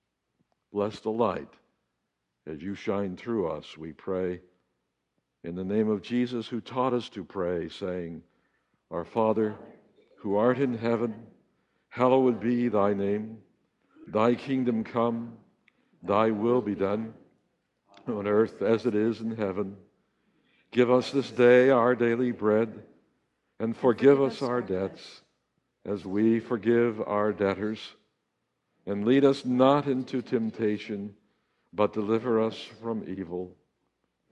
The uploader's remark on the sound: Walking in The Light is a podcast of the Sunday morning worship service at Laguna Presbyterian Church.